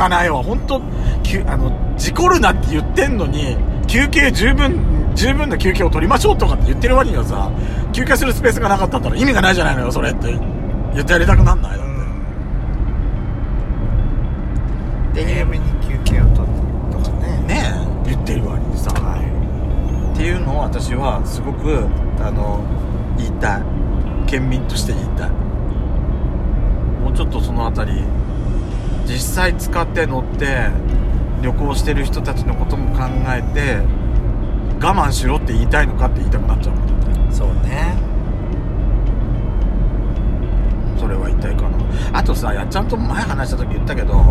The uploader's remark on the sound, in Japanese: ドスドライブ収録。ロードノイズゴメンね。高速道路。